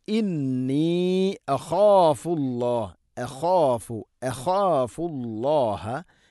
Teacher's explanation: ഇവിടെ അഖാഫു നോക്കൂ, ഹംസ ലൈറ്റായിട്ട് ഉച്ചരിക്കേണ്ട അക്ഷരമാണ്, അഥവാ നേർപ്പിച്ച് ഉച്ചരിക്കണം. ഖ സ്വരഭാരത്തിൽ ഉച്ചരിക്കേണ്ട അക്ഷരമാണ്, ഫ ലൈറ്റായിട്ട് ഉച്ചരിക്കേണ്ട അക്ഷരമാണ്.